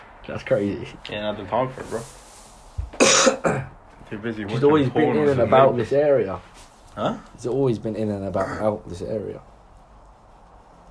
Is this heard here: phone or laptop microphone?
yes